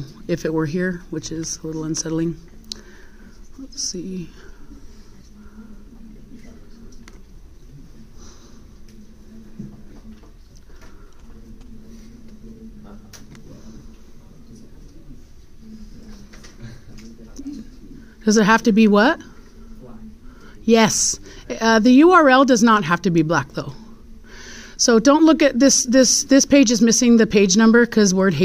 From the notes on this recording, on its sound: This is a recording of an in-class formal guided peer review for the Grit Paper in CE English 1010.